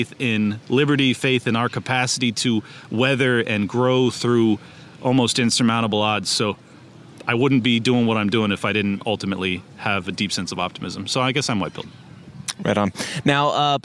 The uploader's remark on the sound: Wanders around PorcFest 2022, shoving a microphone in people's faces to get their thoughts.